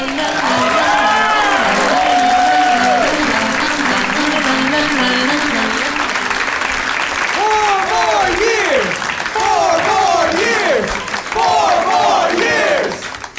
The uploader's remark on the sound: LIVE with The Monsters of Podcasting in New York & Philadelphia